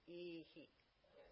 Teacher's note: The visarga will take the final vowel